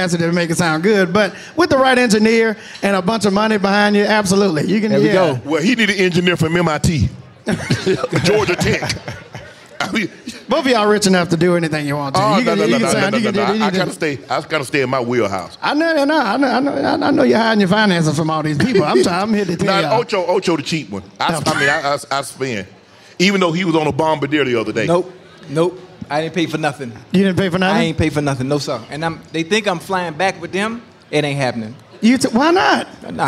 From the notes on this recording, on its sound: LIVE from Resorts World Las Vegas